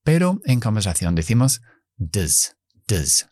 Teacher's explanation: en conversación decimos does, does. Lo dejamos en schwa.